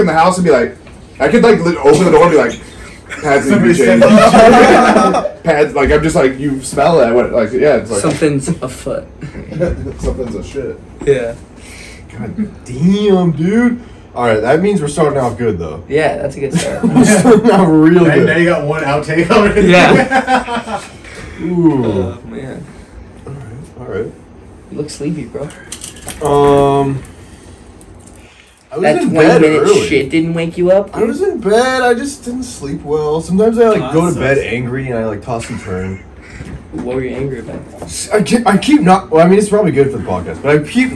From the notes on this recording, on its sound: Sound is scuffed because we forgot to turn on the mics but tbh its good enough